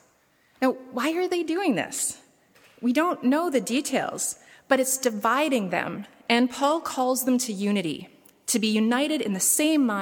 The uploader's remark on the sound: preached at saint benedict's table on January 22, 2017